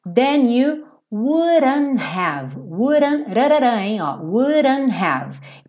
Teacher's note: Percebe que o wouldn't, esse T, foi comido